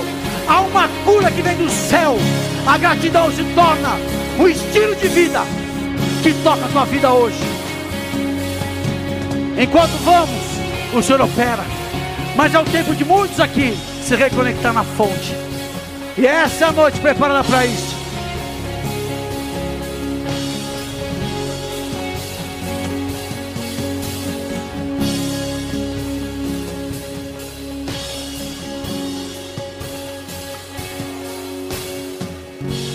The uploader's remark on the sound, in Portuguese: Áudio extraído do culto da igreja Bola de Neve Porto Alegre, do dia 26/11/2023